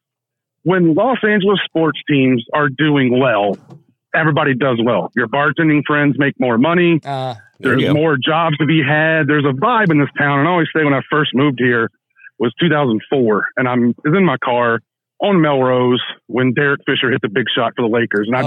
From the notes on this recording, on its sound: Live From SoFi. Via telephone from SoFi immediately after the Rams victory over the Panthers.